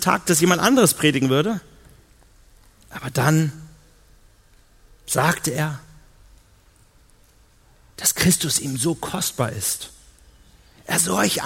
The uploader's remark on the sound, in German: auf der Evangelium21-Konferenz 2018 in Hamburg